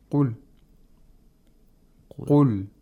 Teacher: The lips are not neutral. They're rounded. · Term: dhamma